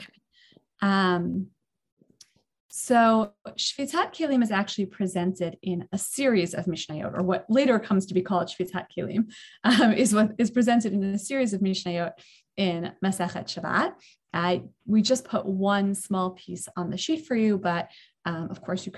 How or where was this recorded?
video call